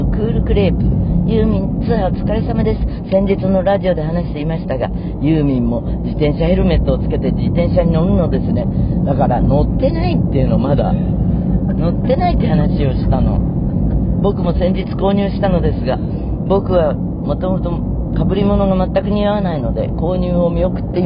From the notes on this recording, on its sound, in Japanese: 今週はカーラジオ！超絶盛り上がったという広島公演終了後、車の中からお届けです(走行音のゴォーゴォー付き)。